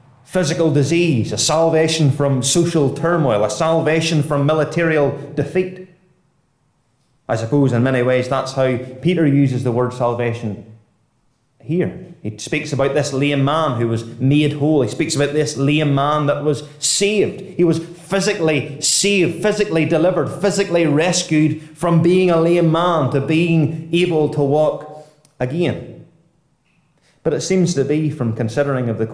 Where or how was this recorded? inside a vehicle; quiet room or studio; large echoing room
large echoing room